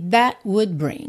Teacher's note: oclusivas T e D de that e would quase não aparecem